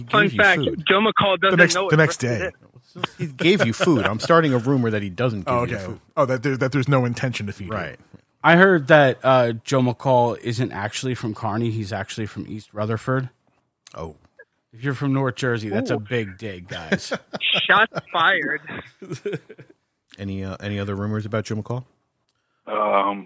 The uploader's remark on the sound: on the phone